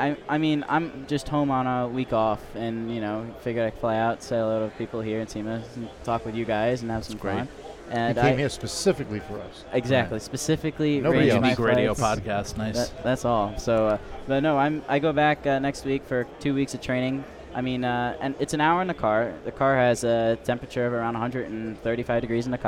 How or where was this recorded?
busy venue